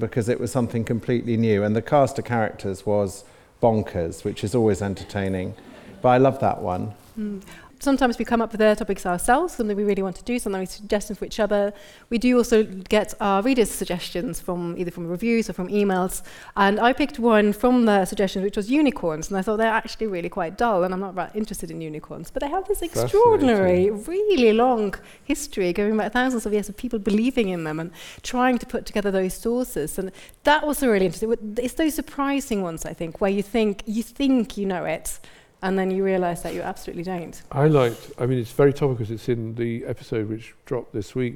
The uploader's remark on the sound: Recorded during their live show at The Royal in Northampton. Answer questions from the audience.